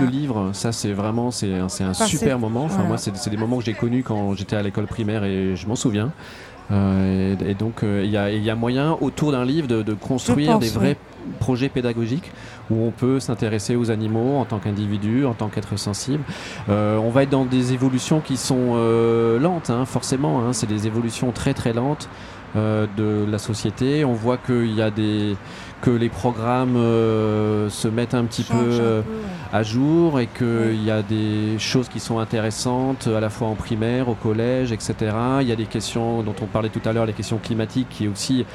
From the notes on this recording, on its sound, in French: Une table ronde enregistrée le 17 juin dernier lors de la Vegan Place de Tours. Lors de la dernière Vegan Place de Tours.